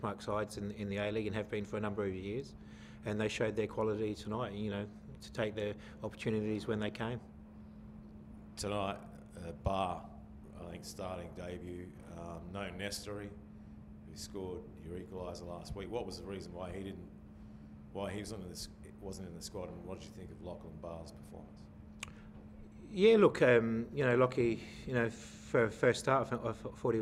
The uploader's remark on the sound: Post-match Press Conference | Adelaide United v Sydney FC.